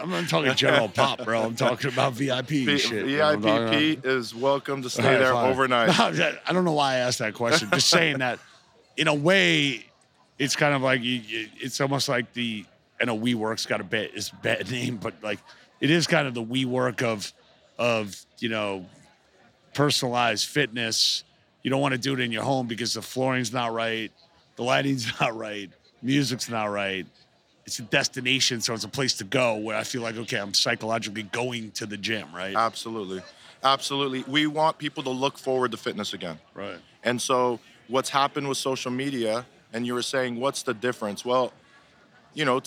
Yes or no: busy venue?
yes